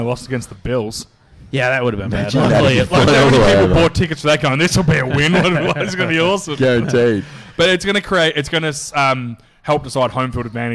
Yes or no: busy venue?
yes